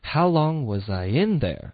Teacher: 这个重音不要放在 there 上。How long was I in there? In 才是主要的重音